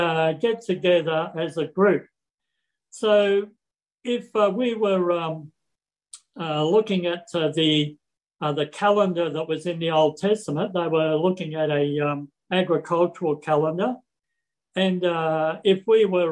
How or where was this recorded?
video call